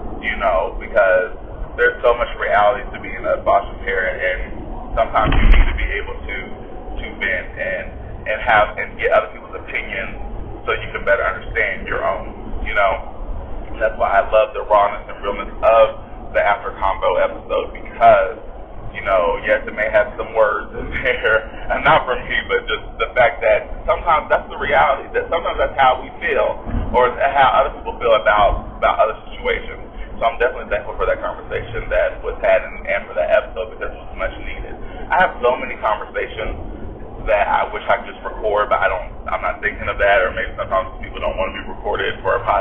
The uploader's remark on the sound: Bare with me for the Audio was not as good due to where I was.